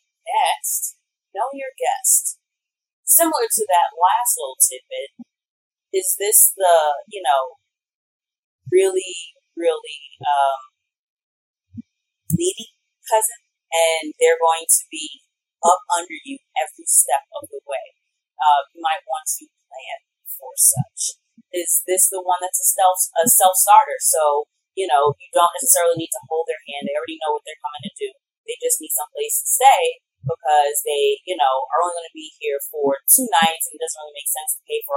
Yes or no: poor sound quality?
yes